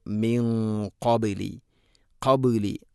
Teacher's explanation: ഖാഫ് സ്വരഭാരത്തിൽ ഉച്ചരിക്കേണ്ട അക്ഷരമാണ്, അതുകൊണ്ട് അതിൻ്റെ കൂടെയുള്ള ഗുന്നയും അല്പം സ്വരഭാരത്തിൽ കൂടെ ആയിരിക്കണം. · Term: ഇഖ്ഫാ ബിഗുന്ന